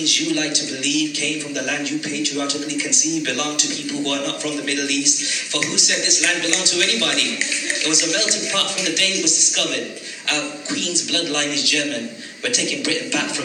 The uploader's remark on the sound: performed live at Poetry Jam at Wylands Yard in Birmingham